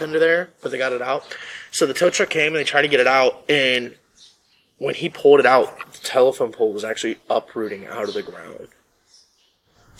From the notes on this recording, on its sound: at the local park to record this podcast